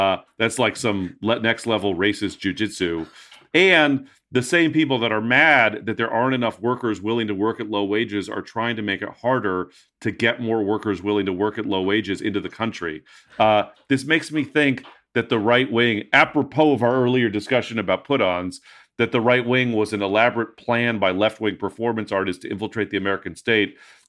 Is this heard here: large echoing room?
no